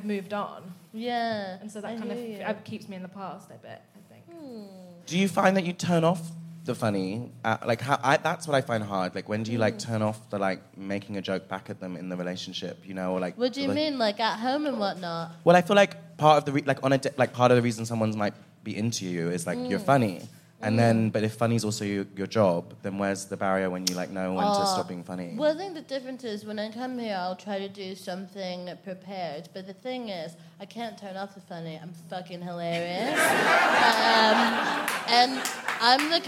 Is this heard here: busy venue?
yes